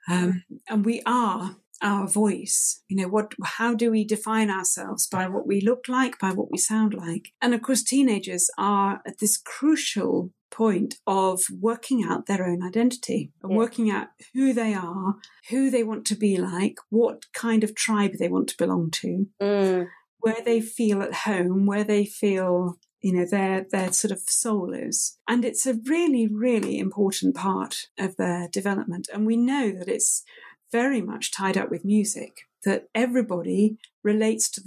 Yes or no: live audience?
no